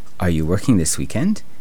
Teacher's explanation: The intonation goes up.